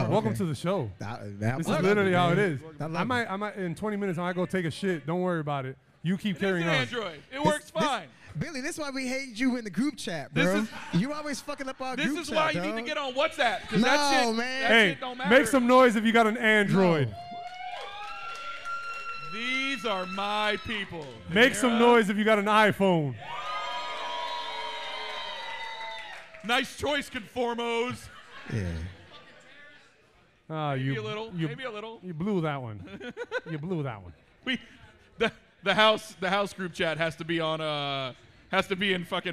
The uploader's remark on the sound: This episode was brought to you LIVE (2/21/23) from the World Famous Miami Improv ! This episode was brought to you LIVE (2/21/23) from the World Famous Miami Improv !